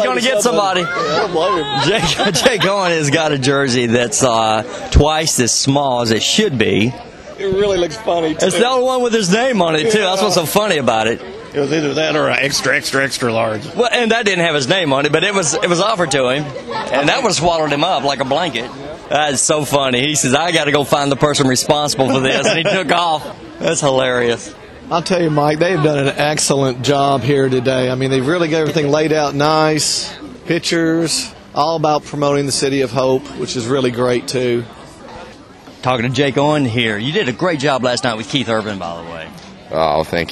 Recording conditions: busy venue